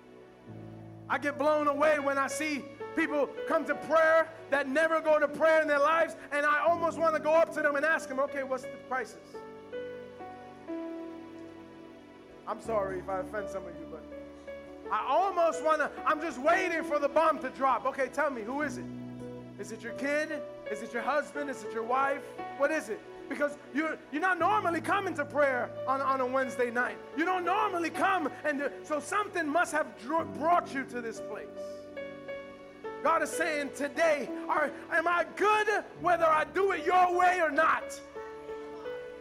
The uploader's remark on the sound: Recorded live at The Sanctuary Fellowship.